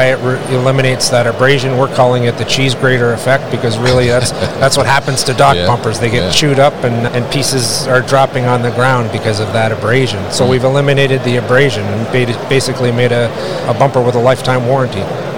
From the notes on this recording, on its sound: Ideal Warehouse at MODEX 2022